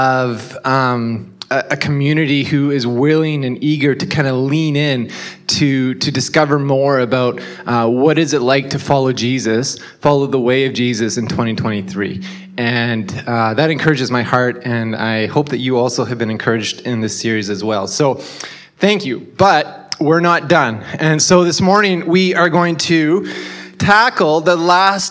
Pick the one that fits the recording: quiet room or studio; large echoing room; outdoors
large echoing room